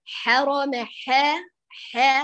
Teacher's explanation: هذا الخطأ إمالة في فتح الحاء. قلنا لا نحتاج لا فتحا أفقيا ولا وسط اللسان يرتفع، ح ح بشكل عمودي وبدأت من مخرج الحاء، ح ح بهذا الشكل.